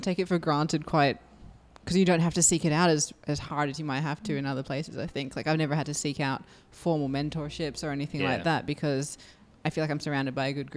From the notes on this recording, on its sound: This podcast was recorded live at the Brunswick Street Bookstore .